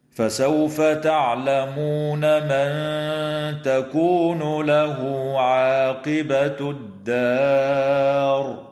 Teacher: إخفاء حقيقي للنون الساكنة عند التاء مع الغنة مرققة في قوله تعالى: من تكون، وتوصل الهاء في قوله تعالى: له عاقبة، بواو تمد حال الوصل بمقدار حركتين من قبيل مد الصلة الصغرى.